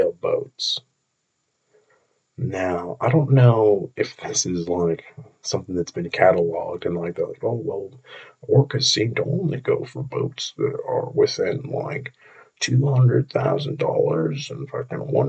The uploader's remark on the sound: I also forgot to use my very expensive recording equipment for this recording, so I sound like I'm swimming with an Orca.